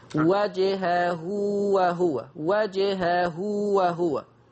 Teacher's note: ها هنا مد صلة صغرى، يمد بمقدار حركتين فقط